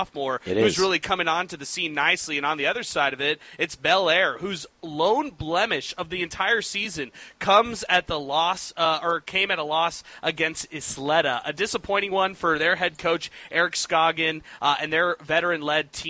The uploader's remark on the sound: Live at Del Valle